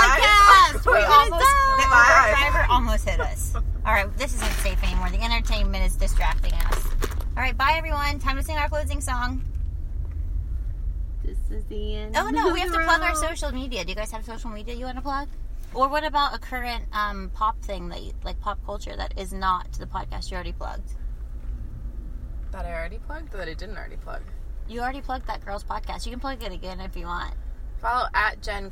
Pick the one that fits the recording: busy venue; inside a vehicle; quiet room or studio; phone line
inside a vehicle